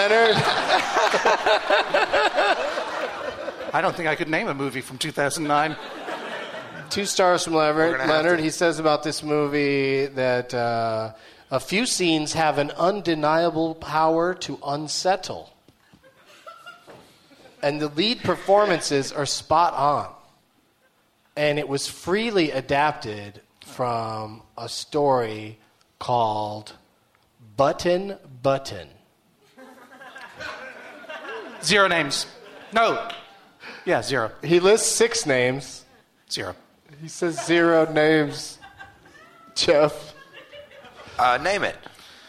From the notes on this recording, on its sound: Recorded live at the Gramercy Theatre in New York, New York.